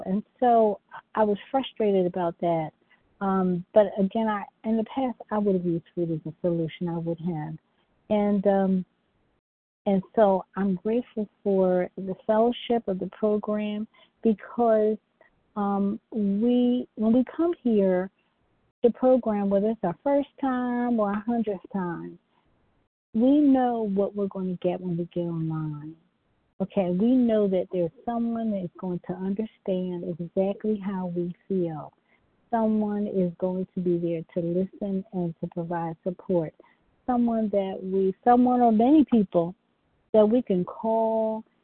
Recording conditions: phone line